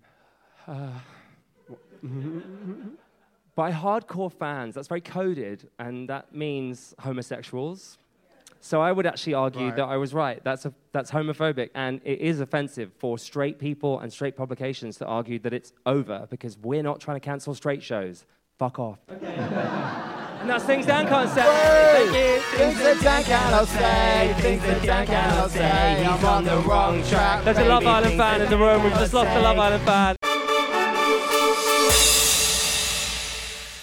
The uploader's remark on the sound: recorded live at Cheerful Earful Festival in November